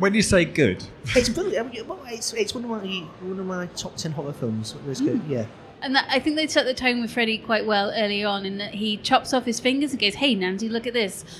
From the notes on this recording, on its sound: We’re live and direct from Newcastle Fright Fest this episode. Pod in public.